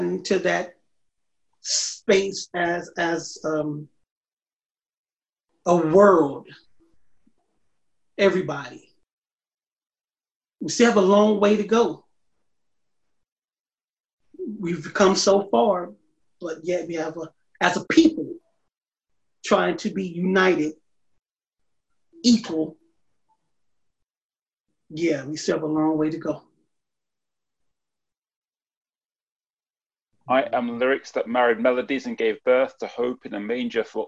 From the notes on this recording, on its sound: This episode was recorded via Zoom.